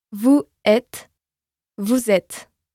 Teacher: The final S in vous is silent, but before a vowel, it sounds like a Z · Term: liaison